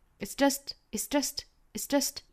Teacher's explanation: is 这个词非常的快啊，几乎是听不到这个音了